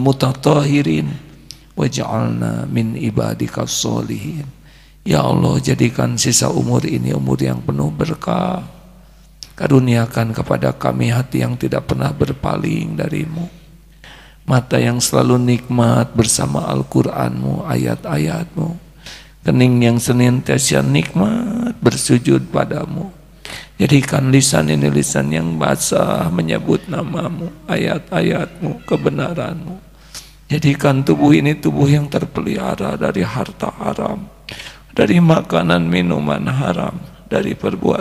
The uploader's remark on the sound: LIVE dari Masjid Daarut Tauhiid Bandung